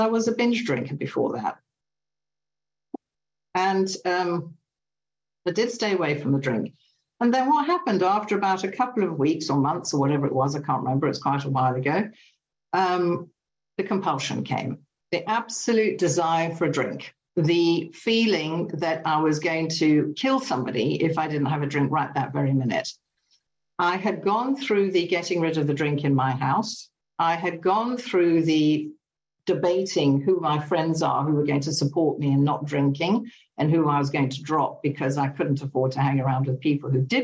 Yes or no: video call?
yes